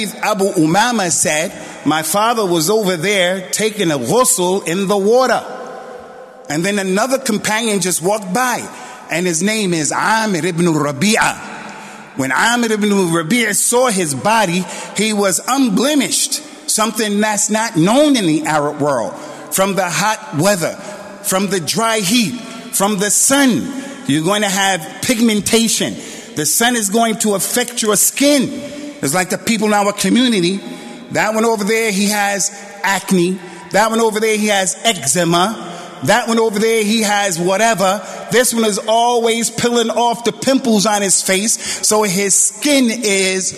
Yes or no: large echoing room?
yes